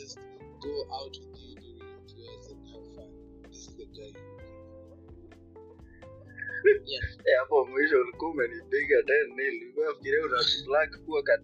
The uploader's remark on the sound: Forgive the sound quality, we were trying out a new anchor feature and the devil was on overdrive.